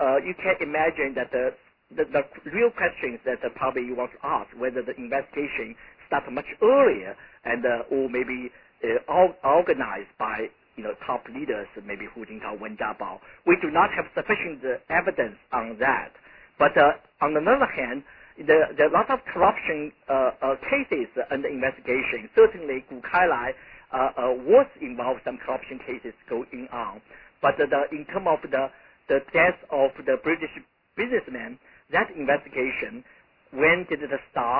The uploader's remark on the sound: in a conference call